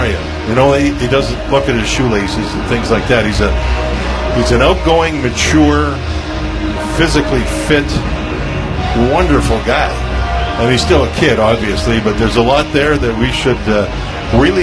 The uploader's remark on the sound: We’re live from Nationwide Arena for the CBJ home opener